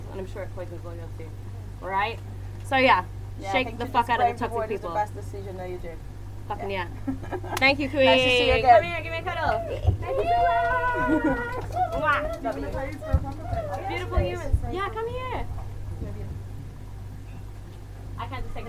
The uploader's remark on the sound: Taking live questions in an east London basement bar after a few festive beverages.